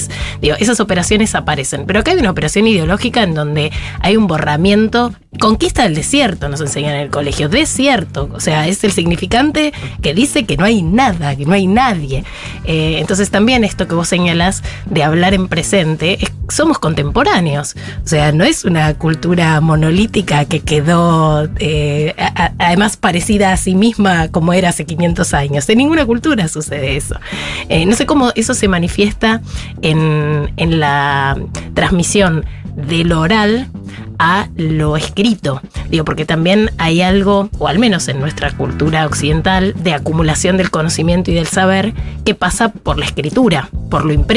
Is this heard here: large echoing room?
no